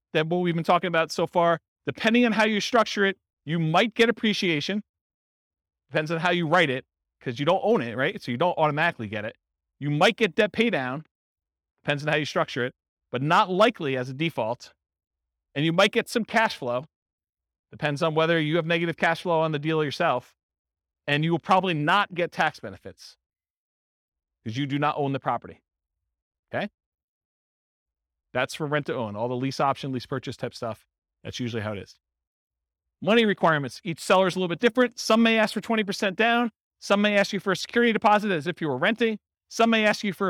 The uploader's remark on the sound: This was a live class recorded